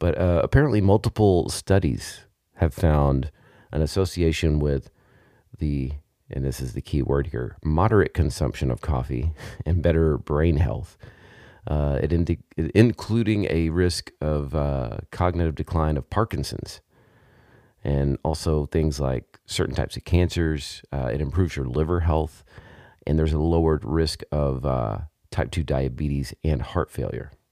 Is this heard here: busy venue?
no